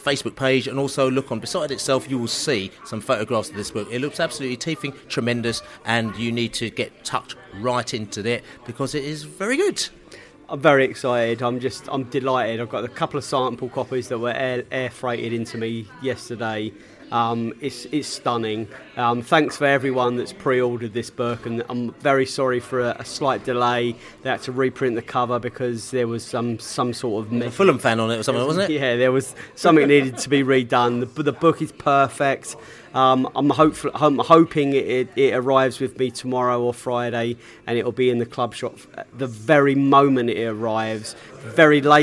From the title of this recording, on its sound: Hull City pre-match podcast from the pub